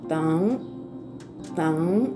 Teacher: NG で終わっているので舌をどこにもつけない状態で鼻に抜ける「うーん」という音になります。ダンダン低く発音